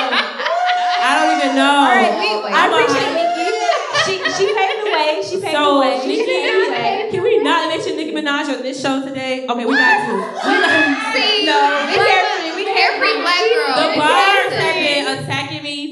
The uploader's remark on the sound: a live taping of #CareFreeBlackGirl